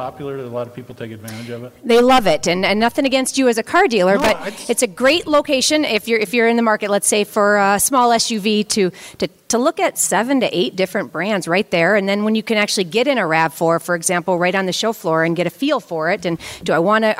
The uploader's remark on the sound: Live From the Auto Show. We do our first ever live remote from the Twin Cities auto show.